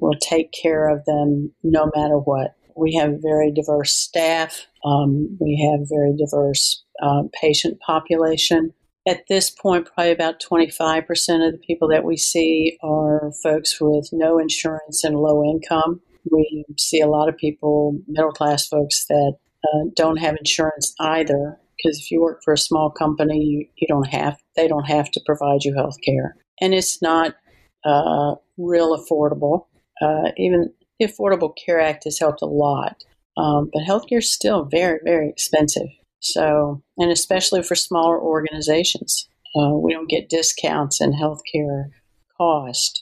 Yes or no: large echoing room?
no